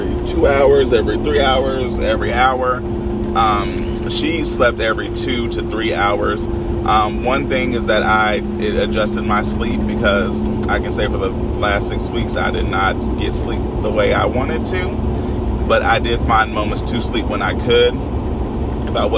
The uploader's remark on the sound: This series is for when I’m on the go and have my most raw thoughts as I’m driving and thinking. Now I don’t have to apologize for the extra but I can say that this episode is clear and good.